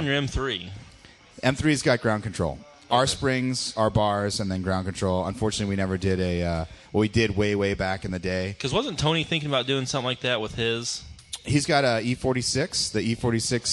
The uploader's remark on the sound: from ITR Expo 2015